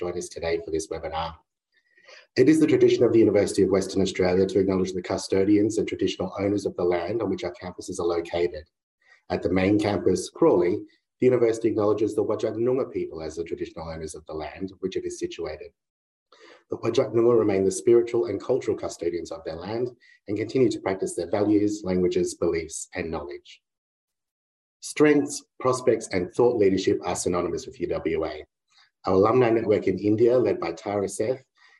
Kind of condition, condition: link, video call